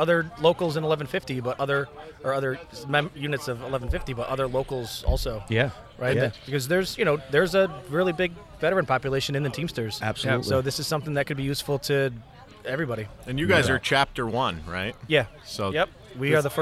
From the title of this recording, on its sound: On Location from the TVC Scramble